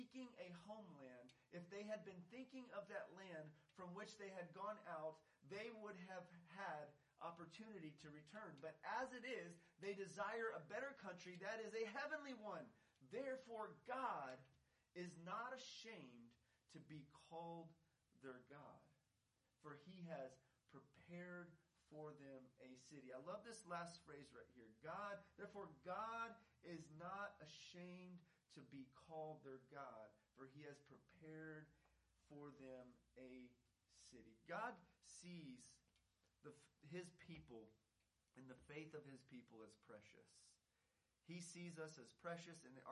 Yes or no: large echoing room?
yes